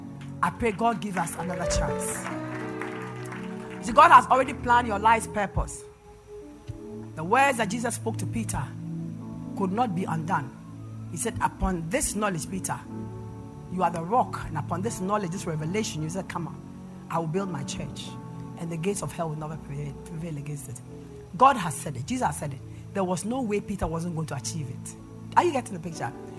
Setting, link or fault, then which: setting, large echoing room